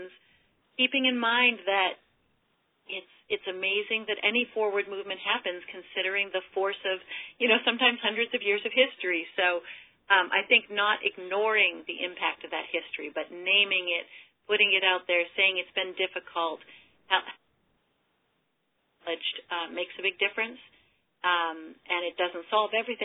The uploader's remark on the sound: In this call recording you’ll hear from individuals representing organizations large and small